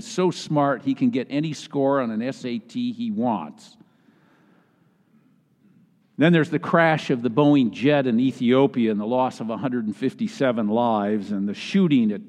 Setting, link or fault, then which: setting, large echoing room